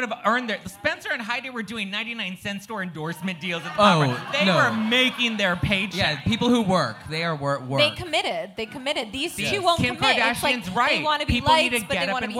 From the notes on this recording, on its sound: an exclusive snipped of our NYC live show